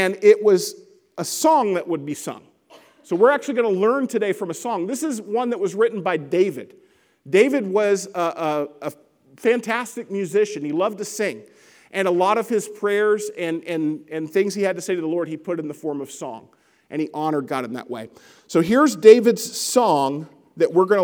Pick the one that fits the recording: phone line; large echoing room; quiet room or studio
large echoing room